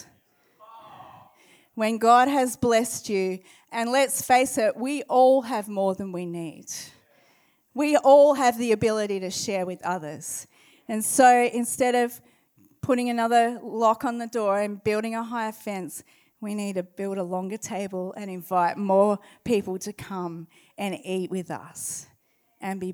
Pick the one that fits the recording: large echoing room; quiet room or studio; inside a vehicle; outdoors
large echoing room